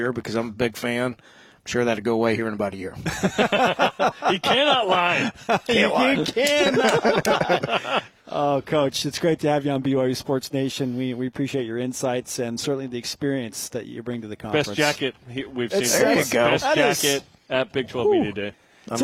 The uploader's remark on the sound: BYUSN is live at the Big 12 Media Days.